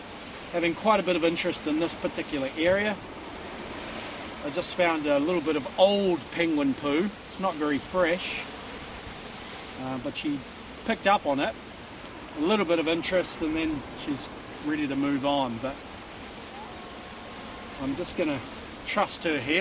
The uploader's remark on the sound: on a little penguin search in Wellington